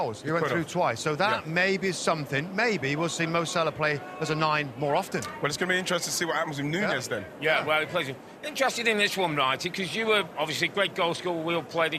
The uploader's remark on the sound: Live From Philadelphia Fan Fest